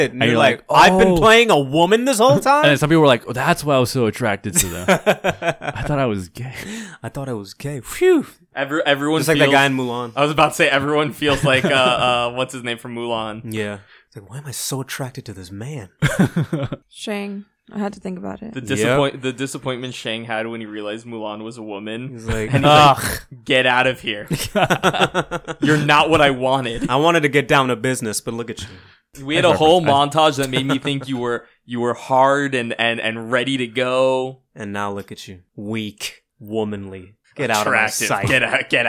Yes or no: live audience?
no